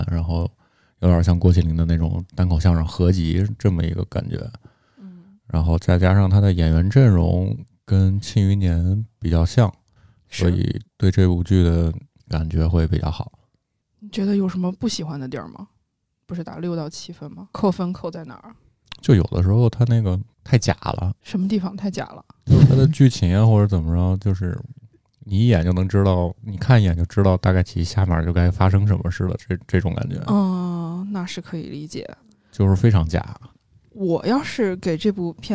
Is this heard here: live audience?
no